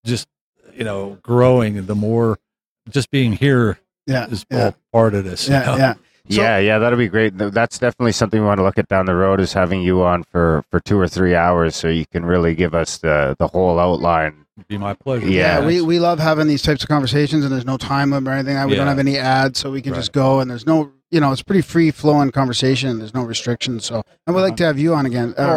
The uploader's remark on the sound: Grimerica Goes to Paradigm 2014. Episode recorded live at the Paradigm Symposium 2014 Minneapolis Minnesota, Oct 2-5 at The Women’s Club.